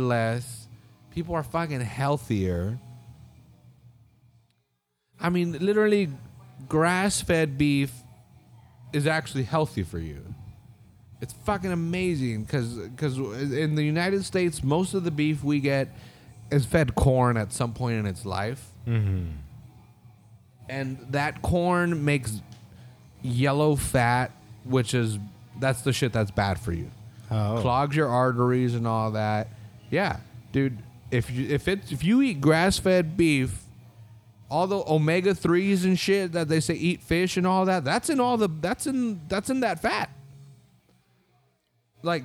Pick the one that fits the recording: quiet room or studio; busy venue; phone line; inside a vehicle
busy venue